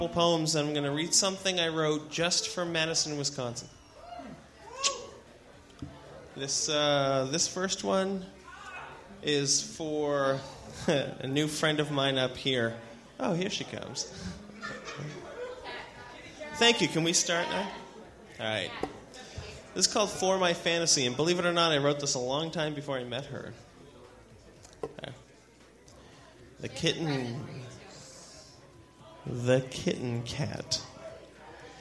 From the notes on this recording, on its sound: live at the Inferno, Madison, Wisconsin, March 2000.